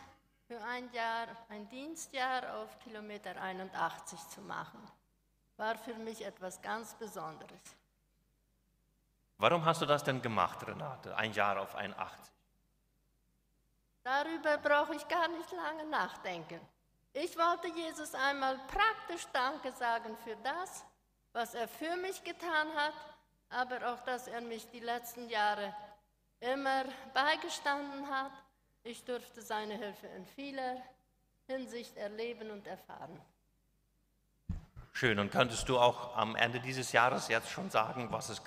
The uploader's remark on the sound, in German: Sylvestergottesdienst in Neuland. Ein Gottesdienst der Gemeinsamen Gemeindearbeit Neuland, durchgeführt und aufgenommen in der Kirche der Mennoniten Gemeinde Neuland.